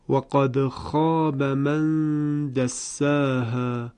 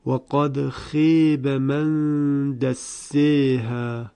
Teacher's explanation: این کلمه به طور خاص اون الف وسطش اماله می شود · Shown in: second take · به این صورت، و قد خیب من دسیها.